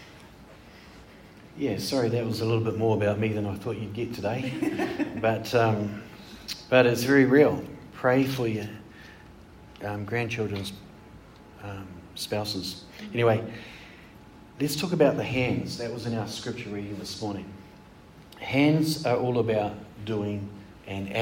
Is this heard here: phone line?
no